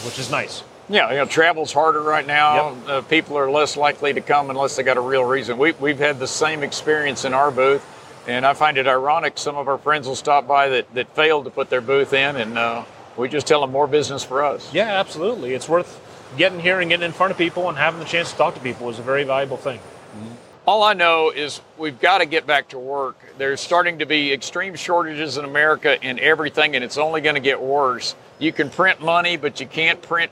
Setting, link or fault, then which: setting, busy venue